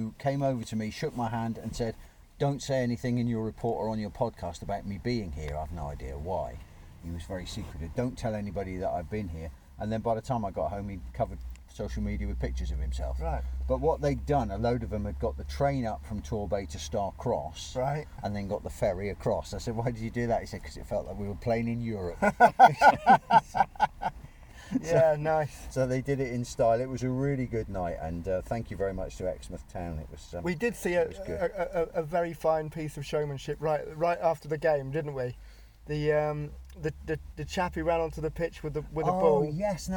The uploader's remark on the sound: This week from the sun-kissed meadows of Seale Hayne - well, a car in the car park to be truthful.